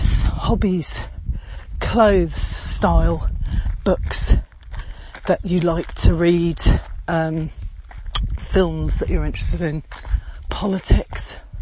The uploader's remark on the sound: Walking talking audio podcast. Sound’s a bit fuzzy some of the time, mainly because I’m out on a hike over rugged ground and very steep hills, and am rather out of breath! The beautiful countryside of the Axarquia.